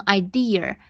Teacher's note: 许多人在单词中没有 r 的地方硬发卷舌音，比如说单词 idea 的末尾会加上卷舌音